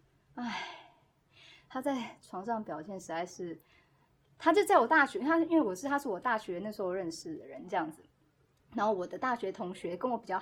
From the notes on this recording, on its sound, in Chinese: 本期录音环境不佳